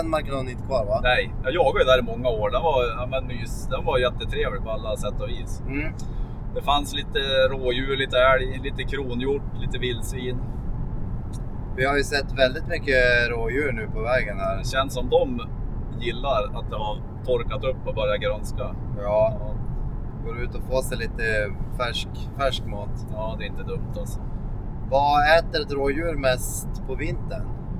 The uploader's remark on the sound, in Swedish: Podd i bilen på väg till Elmia.